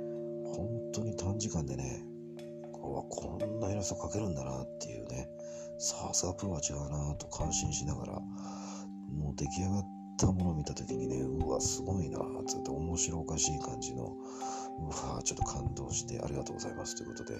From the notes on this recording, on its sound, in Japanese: ザ・ドヤの宿に宿泊中。録音が聞きづらいかもしれません。本日、南千住ドヤの昔ながら風格あるドヤに宿泊中。外国人と女性宿泊客ゼロの宿で録音中。